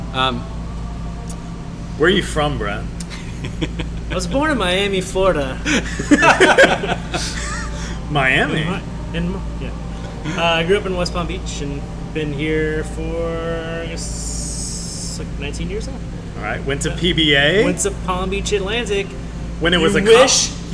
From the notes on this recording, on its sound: Recorded in location at Redlight Redlight, a brew pub in Orlando, FL!